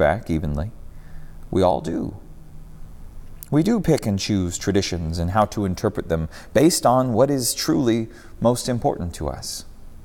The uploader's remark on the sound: preached at Northminster Church